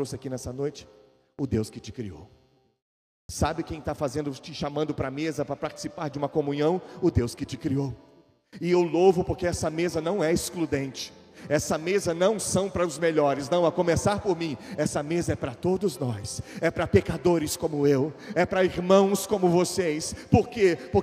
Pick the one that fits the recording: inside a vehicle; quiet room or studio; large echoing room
large echoing room